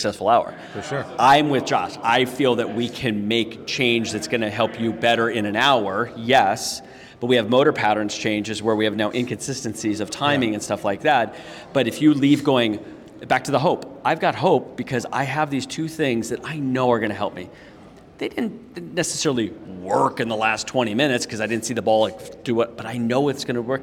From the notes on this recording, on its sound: LIVE from the PGA Show